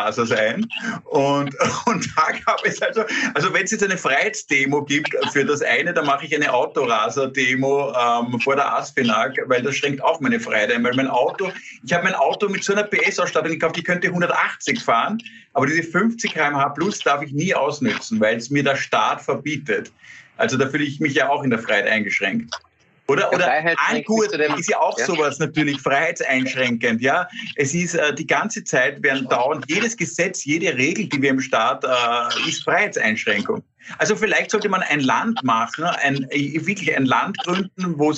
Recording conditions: video call